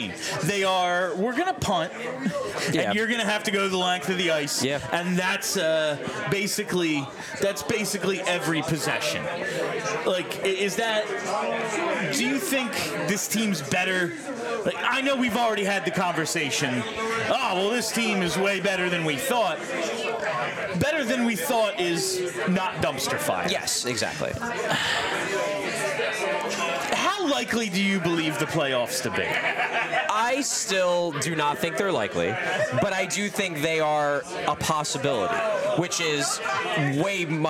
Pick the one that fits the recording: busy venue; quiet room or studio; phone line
busy venue